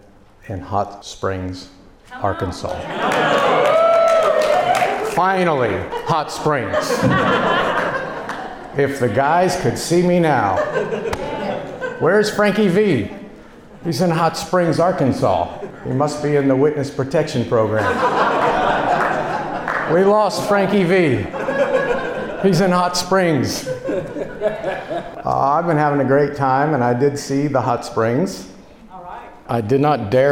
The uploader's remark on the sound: Delivered at a Ministry Leadership Conference in November 2023.